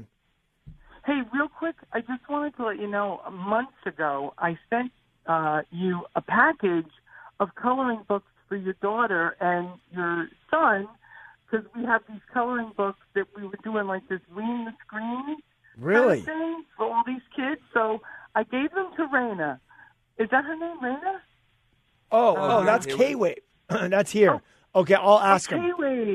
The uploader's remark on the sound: Taking Live Calls.